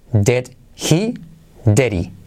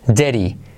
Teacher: la D de dead, la segunda, se convierte en una R suave al ir entre vocales. Y en vez de dead he, se dice deri, pero además saltamos la H.